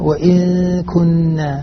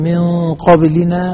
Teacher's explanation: الكاف مرققة ترقق الغنة معها، القاف مفخمة تفخم الغنة